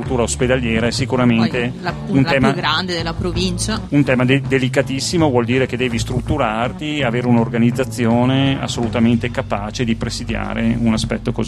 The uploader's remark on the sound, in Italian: In questa puntata speciale in diretta da Piazza delle Erbe di Rovereto, in occasione di "Ama chi ti pare"